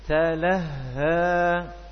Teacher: Ha memiliki sifat rafawah jadi suaranya bersambung